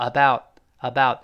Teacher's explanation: 末尾那个 t 失去爆破 aboutabout，舌尖顶上去，憋住气。